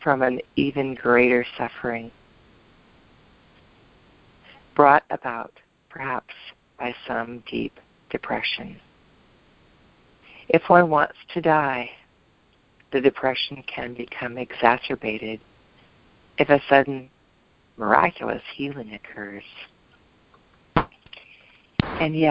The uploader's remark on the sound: ACIM Daily TEXT Conference Call.